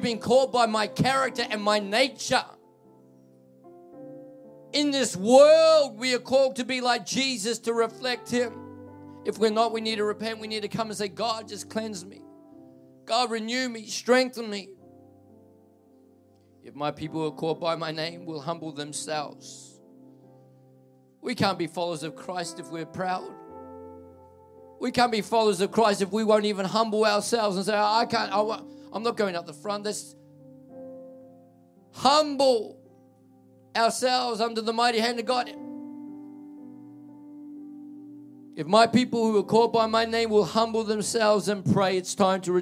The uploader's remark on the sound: This message was recorded at Generations Church, Tatura in July, 2023